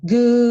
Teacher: Esse D é uma consoante oclusiva, significa que ela corta esse som.